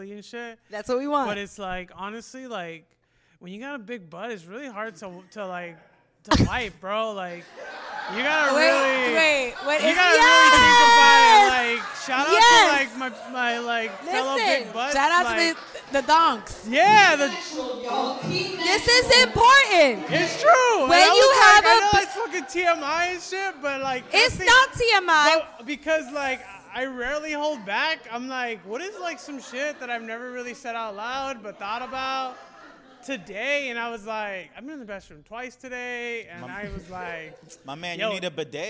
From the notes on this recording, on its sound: The finale of the live show recorded at The Actors Company LA in Los Angeles.